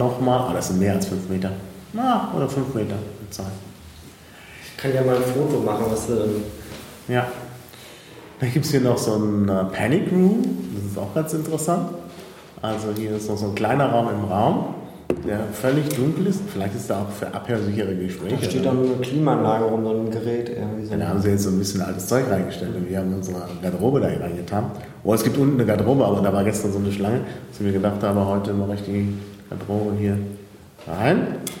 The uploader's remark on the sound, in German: Impressionen aus dem Reichstag. Da die Aufnahme im provisorischen Piratenbüro im Reichstag stattfand, klingt die Aufnahme wie aus einer Kirche.